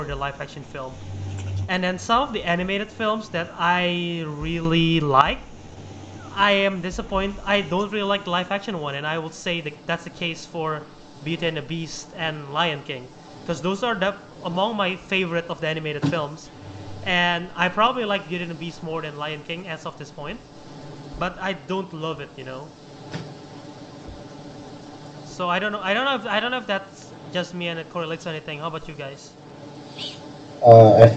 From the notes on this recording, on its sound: Apologies for the audio levels issue going on in this episode, we encounter some technical difficulties that we hope to resolve soon.